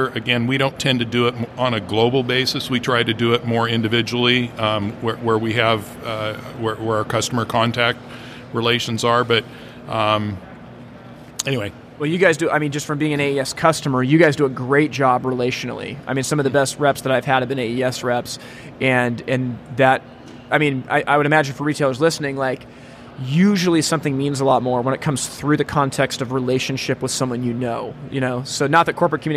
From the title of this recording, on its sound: Live from HPBExpo 2022